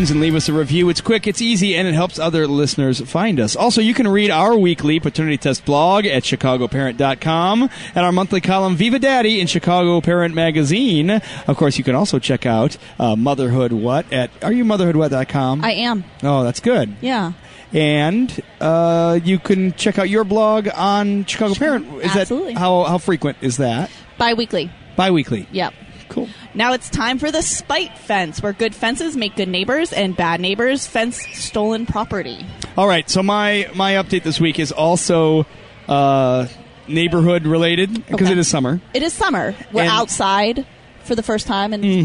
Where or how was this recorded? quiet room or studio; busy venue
busy venue